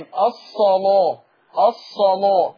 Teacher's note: اللام عند ورش مفخمة. اللام تمام مغلظة، بس بشرط ان اللام دي تبقى مفتوحة وقبلها صاد او طاء او ظاء، فغلظ اللام